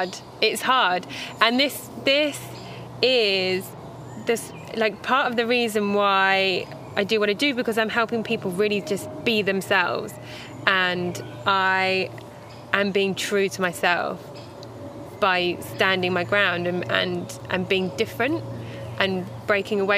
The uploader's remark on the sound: Recorded al fresco in Epping Forest